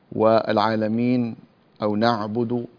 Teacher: العين تخرج من وسط الحلق. هناك نهي عند القراء عن التقعير في العين، المبالغة في العين، نقول مثلا إيه نعبد، هذا تقعير في العين لا يجوز، ولا نقول نعبد، وإنما نعبد العين من الوسط، فانتبهي أن تخرجيها من الوسط.